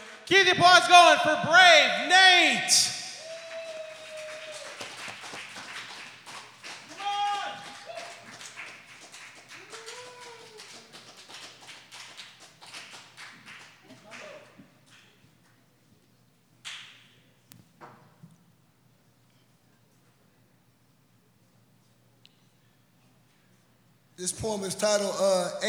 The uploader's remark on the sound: This recording was taken live at Yellow Cab Tavern on May 15th 2022.